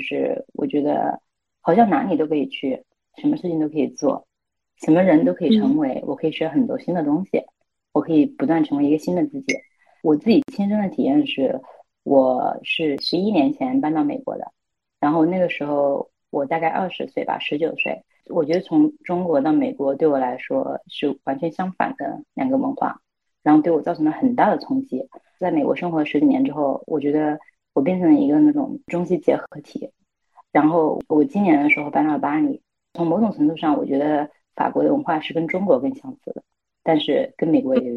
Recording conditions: video call